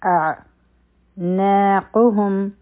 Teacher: او عین چی دی دا د حلق د مینځ نه ادا کیږي